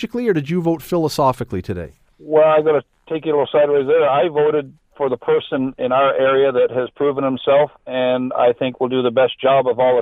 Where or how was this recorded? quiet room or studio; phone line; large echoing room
phone line